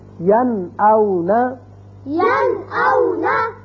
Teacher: نون ساکن کے بعد حمزہ آ گیا، لہذا نون کو ظاہر کر کے پڑھیں گے